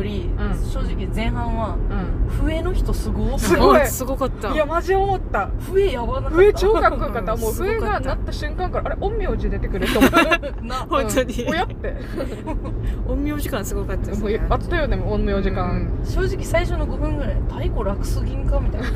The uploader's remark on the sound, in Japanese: 狂言 を見に行った帰りにドライブ収録させていただいております。